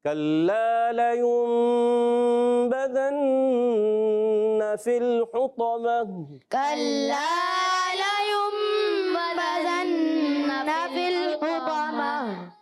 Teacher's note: یہاں دو غنے ہیں، اقلاب کا اور نون مشدد کا، دونوں غنے ہم نے کرنے ہیں.